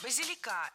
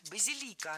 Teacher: Ударение ставим на третий слог, и там его сохраняем во всех формах. · Shown in: second take